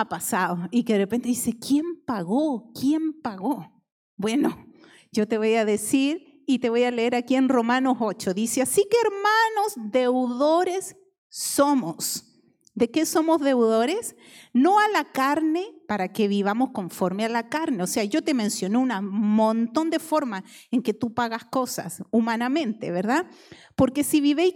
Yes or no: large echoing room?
yes